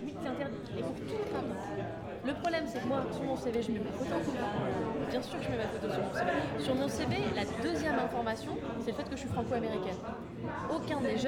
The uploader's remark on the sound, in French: C’est une conférence de rédaction interactive, en relation avec le public de la soirée. Salle Topor.